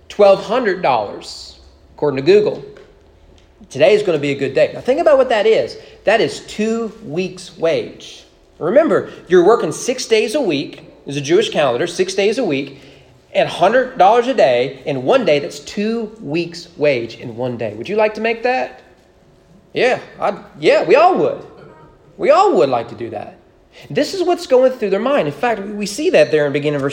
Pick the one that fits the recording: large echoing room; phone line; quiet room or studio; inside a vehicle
large echoing room